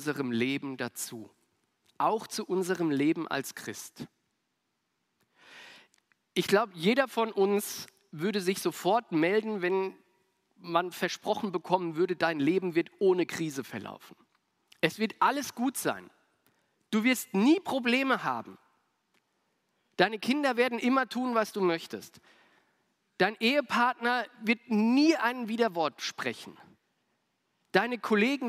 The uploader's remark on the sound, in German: aus dem Classic-Gottesdienst der Missionsberg-Gemeinde (LM)